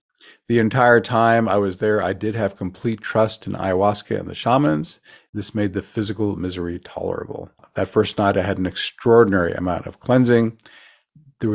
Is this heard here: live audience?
no